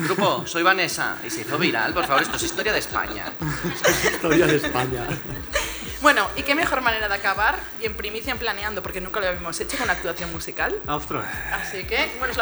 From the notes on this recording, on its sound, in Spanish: Acompañanos a batir el Record Guiness Mundial del Podcast de la mano del Teatro Victoria de Barcelona. Un episodio donde planeamos en vivo.